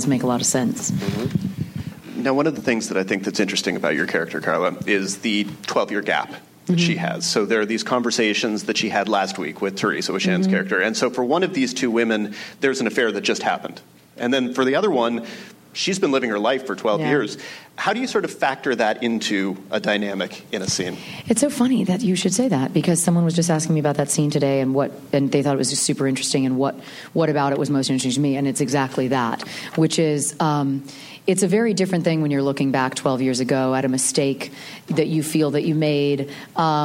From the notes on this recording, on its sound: Recorded at ATX Television Fest in June 2015.